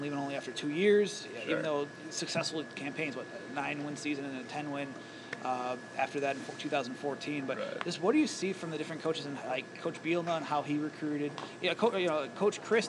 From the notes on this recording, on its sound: at the Red Smith Banquet up in Appleton